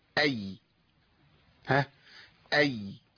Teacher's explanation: اللسان بيرتفع لسقف الحنك مع الياء هنلاقيه ملامس لسقف الحنك